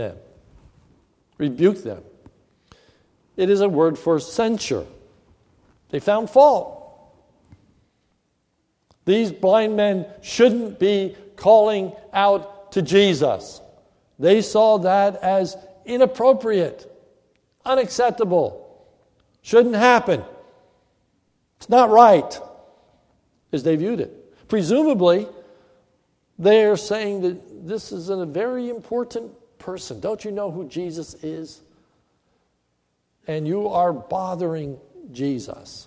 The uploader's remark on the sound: This is a sermon recorded at the Lebanon Bible Fellowship Church in Lebanon, PA on 10/11/2015 in the morning service.